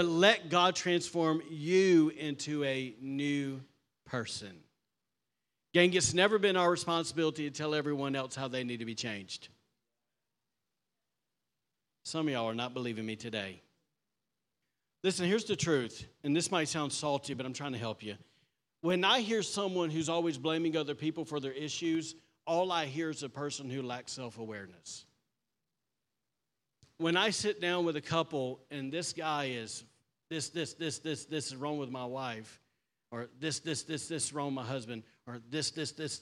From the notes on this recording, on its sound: was recorded on Sunday, October 22nd, 2023, during service at The Anchor Church in Rockport, Maine.